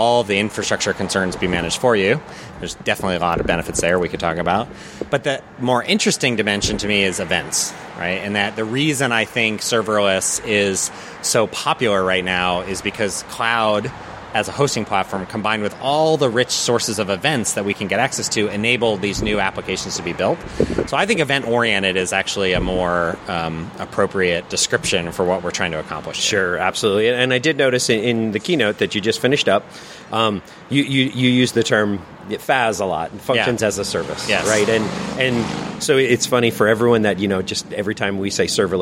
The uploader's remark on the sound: Recorded at ServerlessConf in Austin . Sorry for the background noise, we had to record outside.